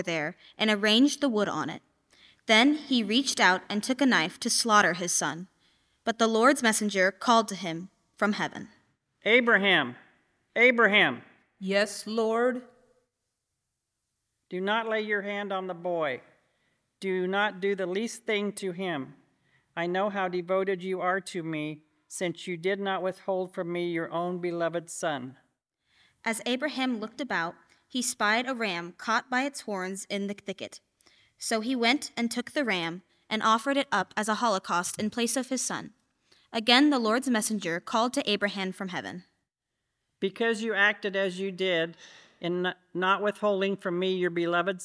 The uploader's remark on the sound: Easter Vigil from Holy Spirit Catholic Church in Creston Iowa